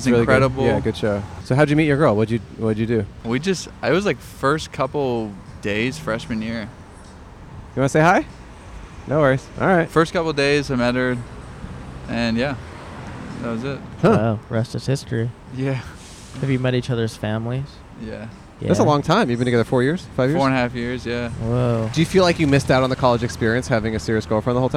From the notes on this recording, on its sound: Outside a Hardware Store. In front of Koontz Hardware in West Hollywood, CA.